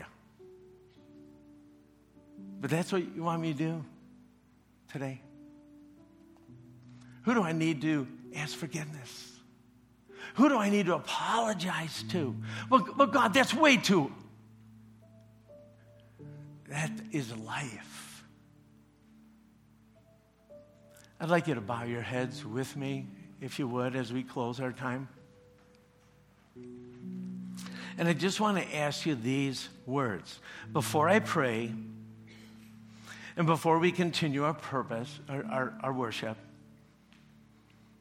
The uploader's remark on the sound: preached this message at CrossPoint Church